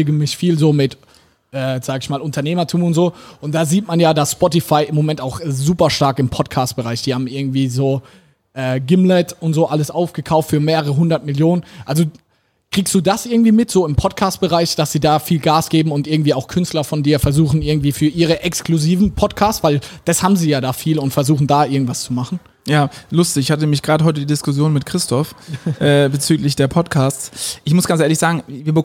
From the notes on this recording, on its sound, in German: beim zweiten Bargeflüster im Tiffany in Mannheim aufgenommen.